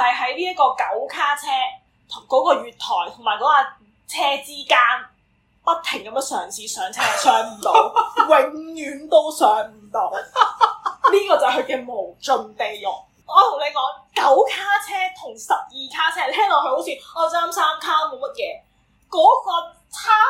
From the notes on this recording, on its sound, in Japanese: 音質極度崩壞